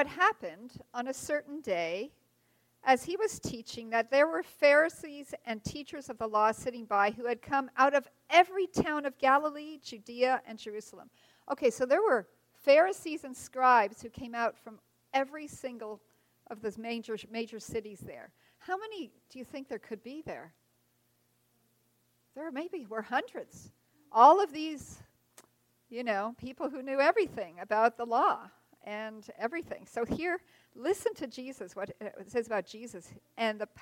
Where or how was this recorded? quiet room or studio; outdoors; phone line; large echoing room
large echoing room